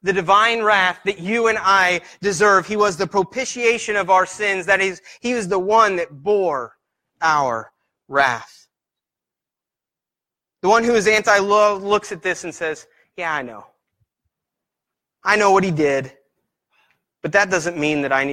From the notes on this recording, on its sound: Preached on 4/08/18 at Christian Fellowship Church, Peru Indiana.